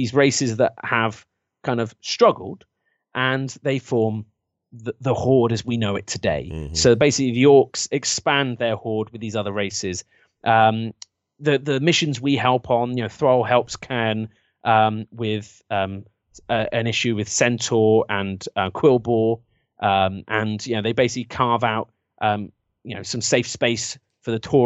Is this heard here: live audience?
no